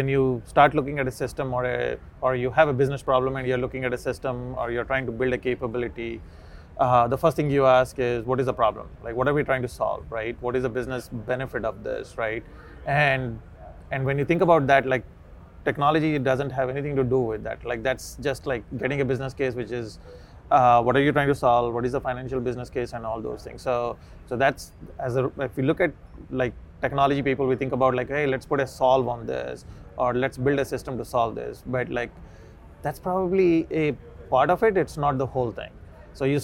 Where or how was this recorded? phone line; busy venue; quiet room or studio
busy venue